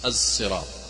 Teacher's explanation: الزراط الزراط ليس السراط وليس الزراط زاي وليس الصراط خالصا وإنما كأن خلط الصاد بالزاي طلع لنا حرف جديد · Term: الإشمام